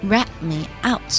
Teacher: rat 后面的小 t 啊，我们可以把它吃掉一些，rat meout，把位置空出来。然后 out，我们注意前面的这个元音，我们要把嘴巴张大，out，out，out，he's gonna rat meout，他会出卖我的。那么在这里我们可以看到这个词组啊，rat somebody out 的意思呢，就是出卖某人啊。You're really good at ratting